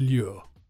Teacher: It's got a strange pronunciation, as you have to move from a L sound to a Y sound.